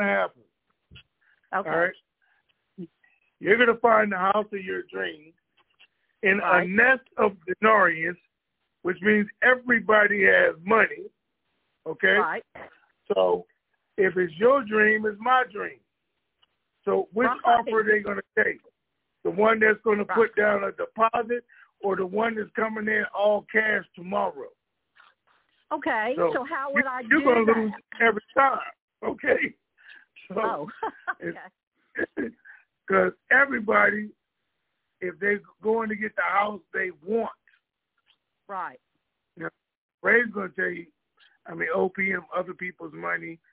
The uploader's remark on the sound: Conference Call